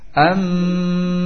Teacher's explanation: mim tersebut sebagai perubahan dari nun sukun ketika bertemu dengan ba, maka berubah jadi mim, maka mim tersebut memiliki sifat gunnah am yang keluar dari batang hidung. · samarnya antara mim dan ba karena sama dari kedua bibir, sama keluar dari dua bibir, sehingga samar antara mim dengan ba. · Term: ikhfa